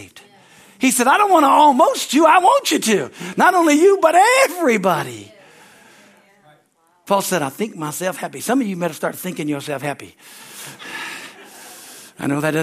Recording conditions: large echoing room